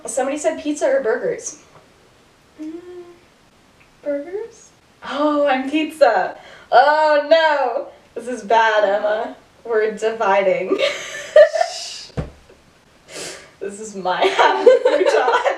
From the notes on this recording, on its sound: Bad audio. Whoops, the audio got worse.